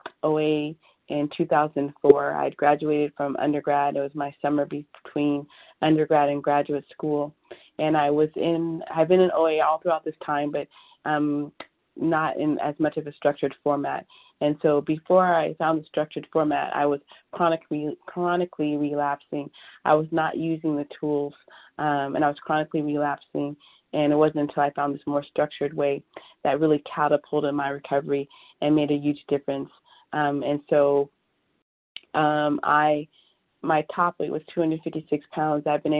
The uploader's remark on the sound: 100 Pounders Phone Meeting